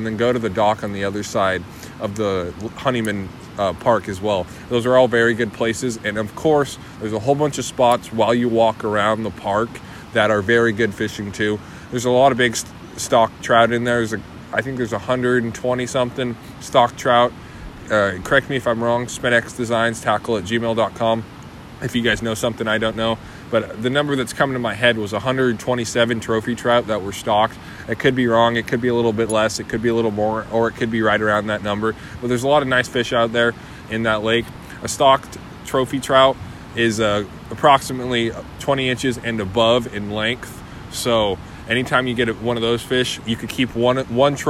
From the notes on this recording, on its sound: I was also on the river recording this, as you may be able to hear in the background.